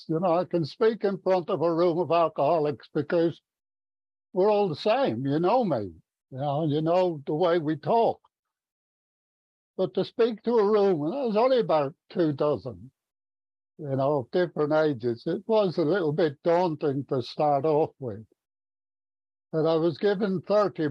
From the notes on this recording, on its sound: From Stevenage in the UK. At the Magical Mystery Tour zoom meeting, recorded in December of 2022.